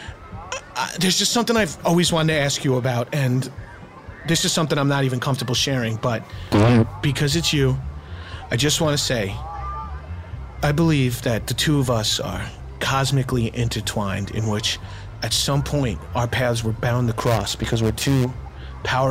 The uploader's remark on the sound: live from the WLIR tent at the Splish Splash water park in Riverhead